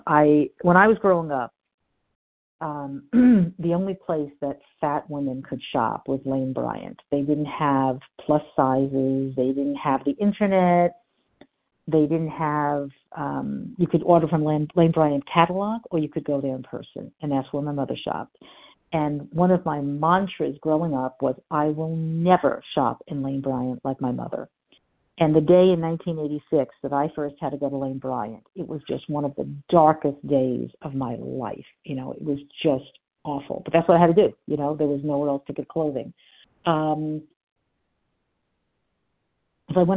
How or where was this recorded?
phone line